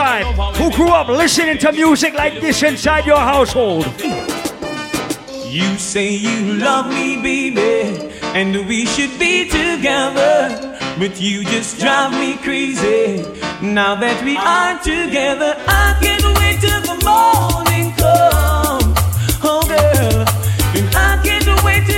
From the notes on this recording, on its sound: Live Audio recording of my segment at Island Saturdays in Providence, RI on October 16th.